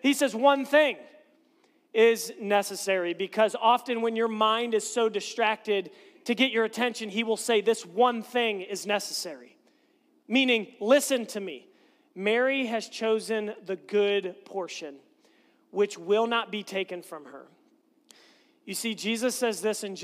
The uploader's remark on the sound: This message was preached on October 23, 2022 at FIVE39 Church.